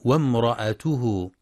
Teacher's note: وفي قوله جل في علاه وامرأته حمالة الحطب، يخطئ من يقرأ وامرأته بهمزة قطع مكسورة بعد الواو وامرأته، والصواب أنها همزة وصل تسقط وصلا فتنطق وامرأته، وبعضهم يقرأ بسكون الهمزة بعد الراء وامرأته، والصواب فتحها.